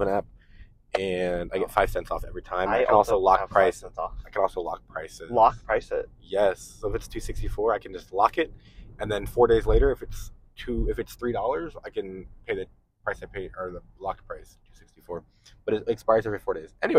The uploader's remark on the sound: this was recorded in the car so it may not sound the best